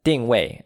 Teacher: D-I-N-G in the fourth tone and W-E-I in the fourth tone